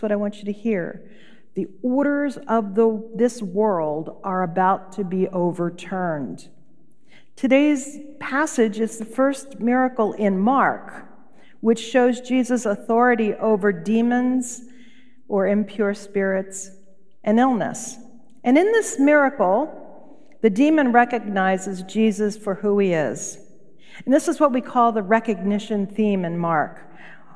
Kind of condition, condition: setting, large echoing room